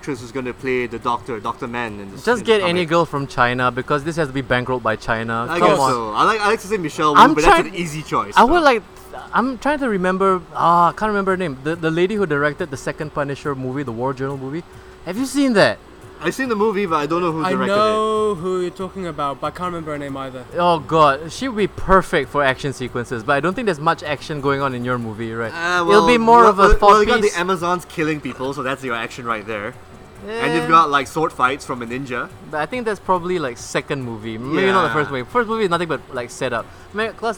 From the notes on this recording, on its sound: This episode was recorded live during a thunderstorm from the carpark of the cinema so apologies for the sound quality.